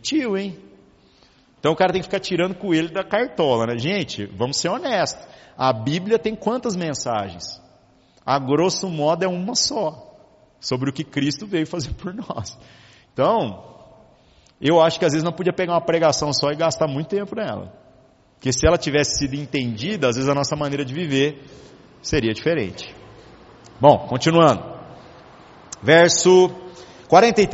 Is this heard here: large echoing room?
yes